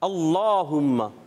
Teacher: اللہ پاک کا لام ہے اور اس سے پہلے زبر ہے تو یہ پر ہو جائے گا، موٹا کر کے پڑھیں گے اللہم، اور کھڑا زبر ہے ایک الف کھینچنا بھی ہے، اللہم